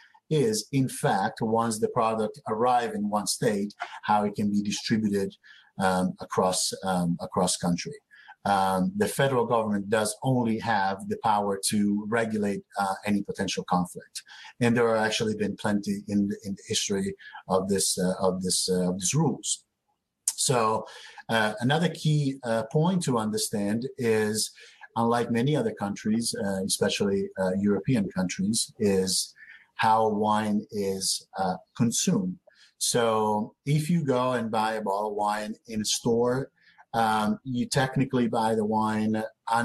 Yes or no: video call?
yes